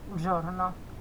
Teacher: pehmeä ja hiukan suhahtava, mutta siellä pitää kuulua se Z